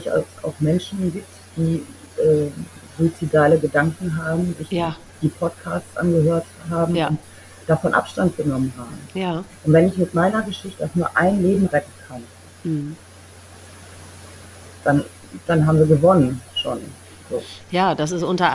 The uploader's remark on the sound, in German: Ich bitte, die mindere Tonqualität zu entschuldigen.